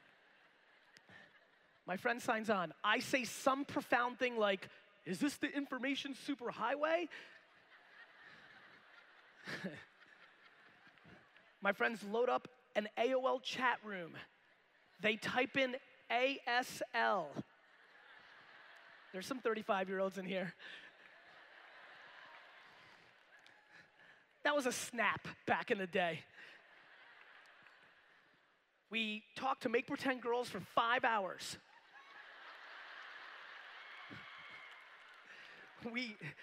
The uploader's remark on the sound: a keynote that I gave at the BeachBody Coach Summit in 2016